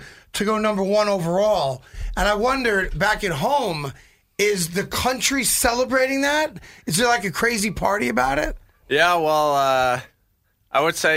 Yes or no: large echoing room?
no